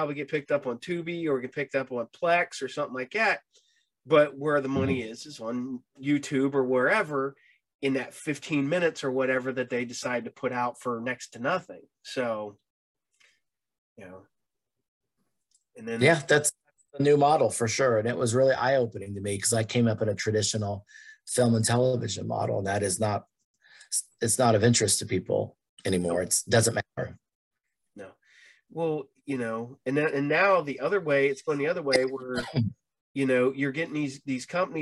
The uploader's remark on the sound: sadly we did have some connection issues again, sorry